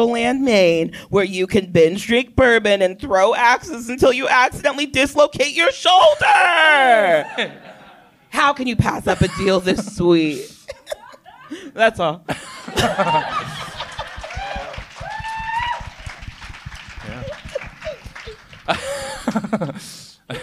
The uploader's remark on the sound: live from the Crocker Art Museum’s ArtMix